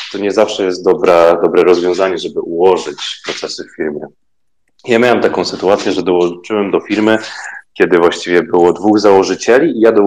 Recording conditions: video call